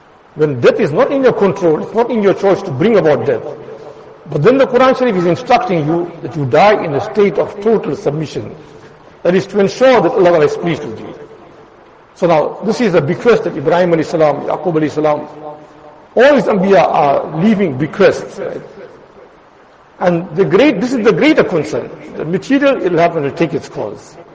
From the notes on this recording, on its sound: Jumuah lecture at Madressah Taleemuddeen